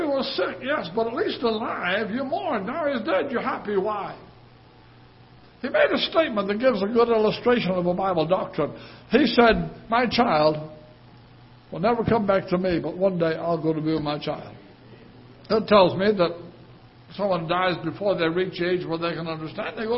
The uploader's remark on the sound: Ketha Heights Baptist Church ~ Live Broadcast